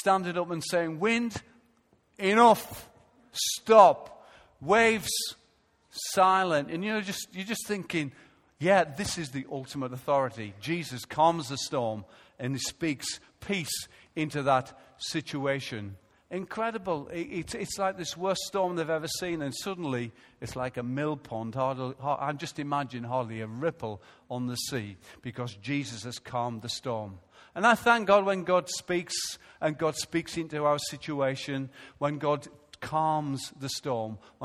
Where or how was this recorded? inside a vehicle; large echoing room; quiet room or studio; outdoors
large echoing room